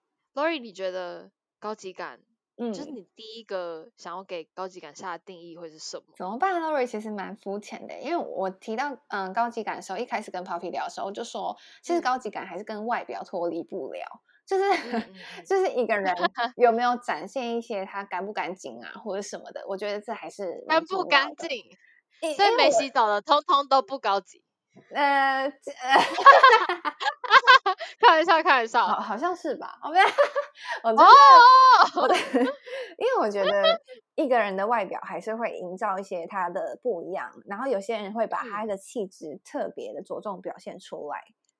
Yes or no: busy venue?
no